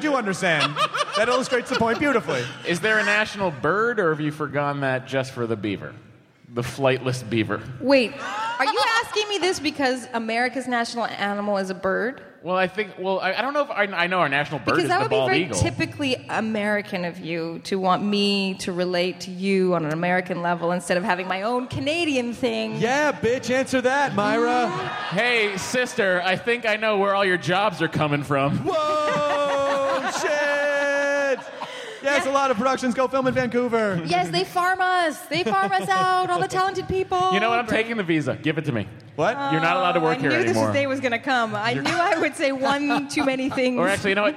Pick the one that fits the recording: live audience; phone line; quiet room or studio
live audience